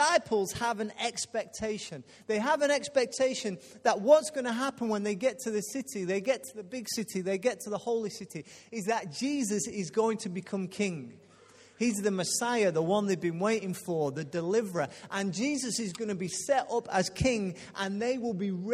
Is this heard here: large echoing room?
yes